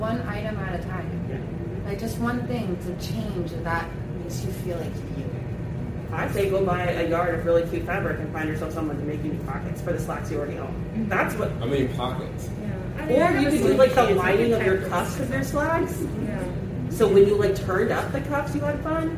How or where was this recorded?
busy venue